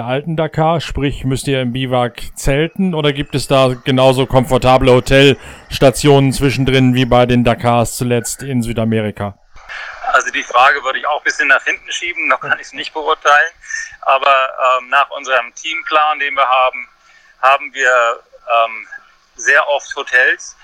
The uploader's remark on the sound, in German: am Telefon live aus Sibirien